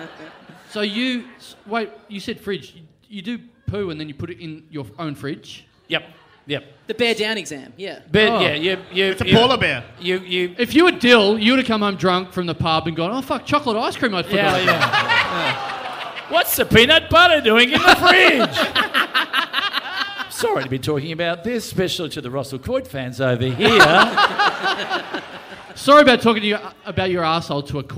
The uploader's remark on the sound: We got our biggest ever audience for an Adelaide podcast and all we had to do was move the show to Melbourne!